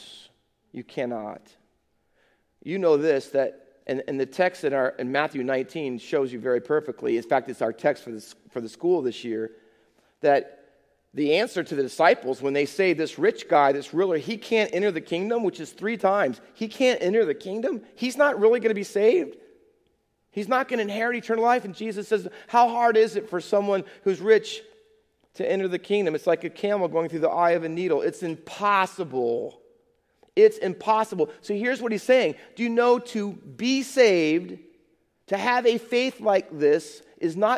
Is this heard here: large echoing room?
yes